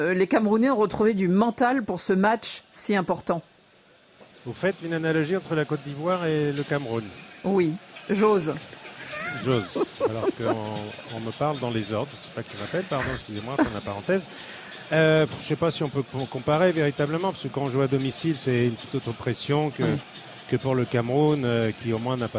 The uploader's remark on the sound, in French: en direct du Stade Bouaké